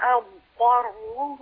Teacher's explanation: فصل الضاد عن الطاء وبيان كل منهما